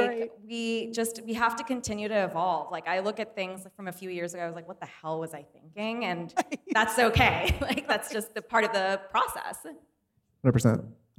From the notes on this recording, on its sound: Business Panel from Dear Media IRL